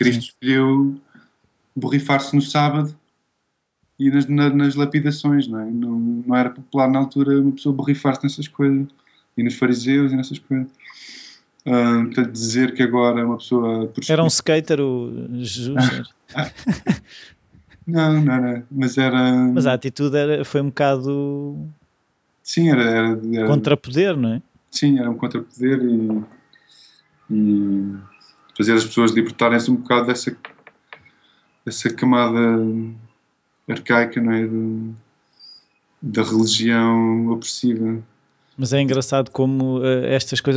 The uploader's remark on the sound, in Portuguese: Fizemos a entrevista vis Skype, pois ele vive em Londres.